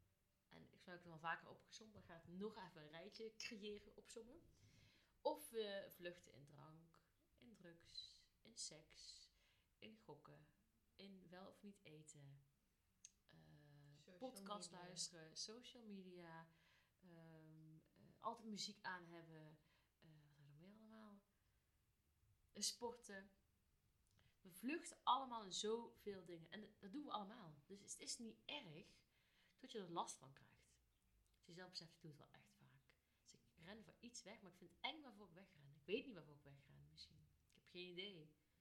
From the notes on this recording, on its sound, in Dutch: Het geluid van deze aflevering is heel zacht, dus raad ik je aan om hem met oortjes in of koptelefoon op te luisteren. Houd er dan wel even rekening mee dat zowel de intro als outro best hard gaat in verschil met de opname zelf.